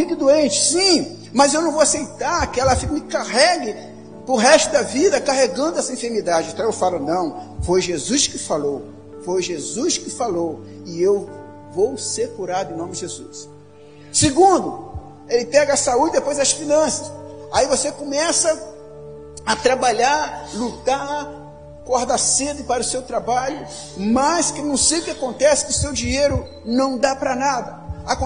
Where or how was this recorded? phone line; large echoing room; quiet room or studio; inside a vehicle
large echoing room